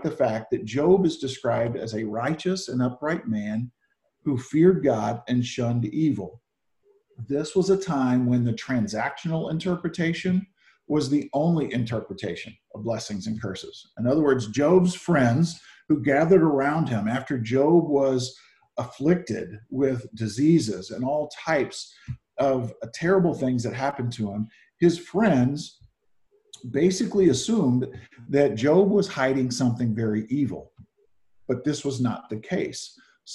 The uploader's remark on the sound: Zoom Sunday 7-5-20 (Audio)